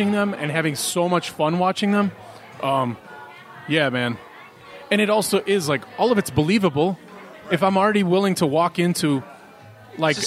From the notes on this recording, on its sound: Coming at you live from Racine, Wisconsin at the Racine Brewing Co.